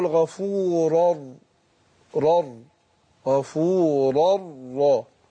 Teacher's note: يبقى الراء الثانيه مشدده عشان الايه؟ عشان الادغام